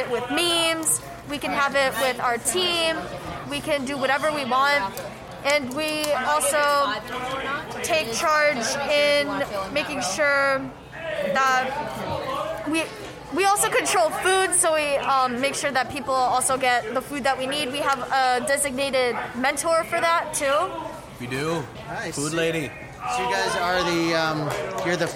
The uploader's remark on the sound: Three audio postcards or snapshots from STEAM night, one from technology, one from engineering, and one from the arts.